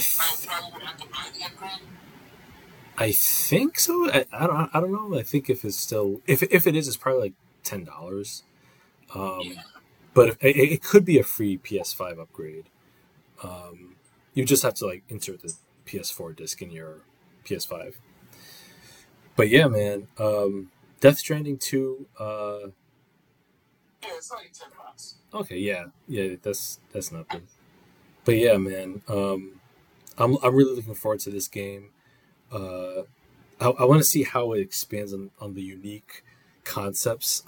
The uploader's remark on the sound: Major apologies for the sound quality in this week's episode!